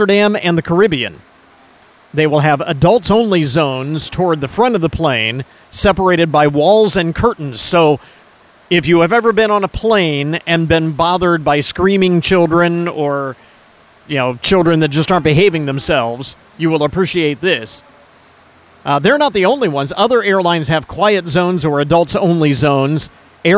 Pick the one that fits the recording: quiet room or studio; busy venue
busy venue